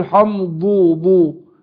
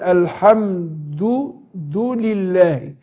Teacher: هنا بين النطق الدال الحمد دو مش حمد، لان بعض الناس يعني ما يحققش الدال فيستبدل الدال بالايه بالضاد · Shown in: first take